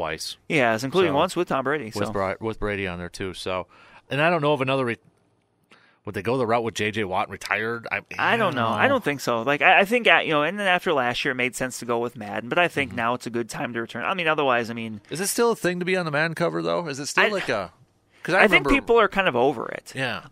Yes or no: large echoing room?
no